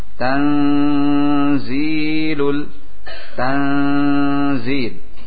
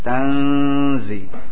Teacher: Langsung mengucapkan nun di antara izhar dan idgham, dan persiapan za. Tan, karena za di antara gigi atas dan gigi bawah.